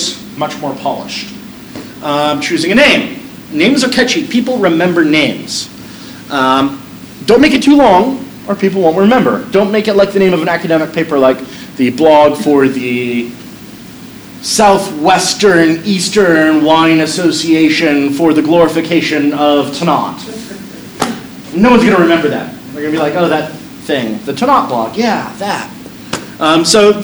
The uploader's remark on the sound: This is a recording of my brief talk on Wine and Social Media at the Verde Valley Wine Consortium.